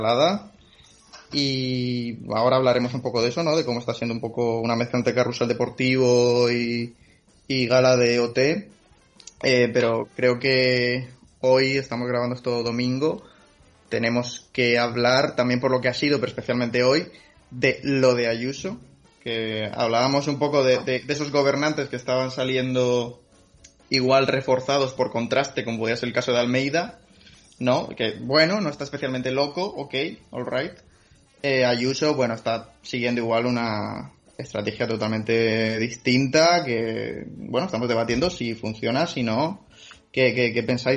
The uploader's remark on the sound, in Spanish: Está grabado como se pueden grabar las cosas con skype, y montado con amor y software libre.